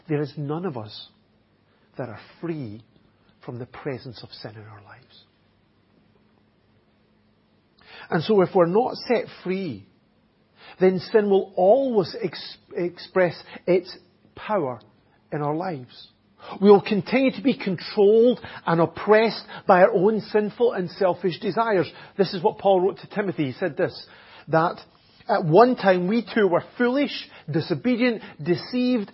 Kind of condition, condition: setting, large echoing room